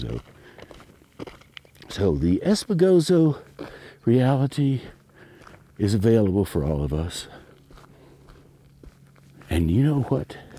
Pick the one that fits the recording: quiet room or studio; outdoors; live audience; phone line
outdoors